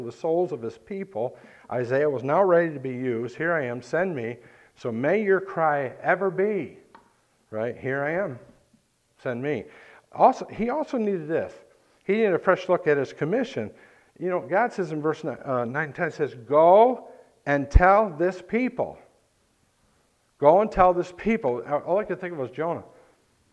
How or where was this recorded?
large echoing room